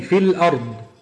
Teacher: الياء حذفت في حالة الوصل للتخلص من التقاء ساكنين